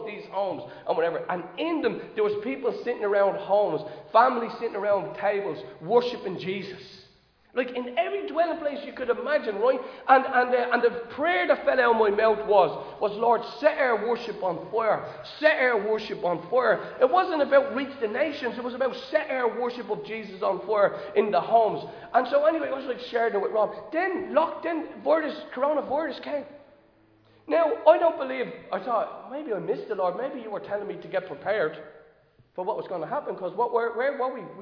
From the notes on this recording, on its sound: Recorded live in Liberty Church on 9 October 2022